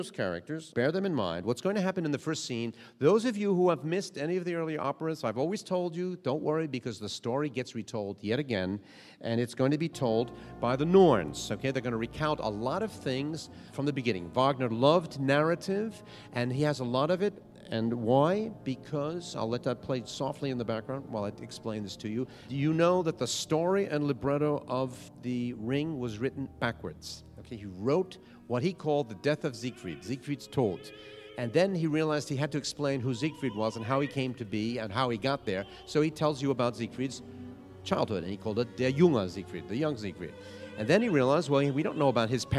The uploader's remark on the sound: during LA Opera’s pre-performance lecture in June 2010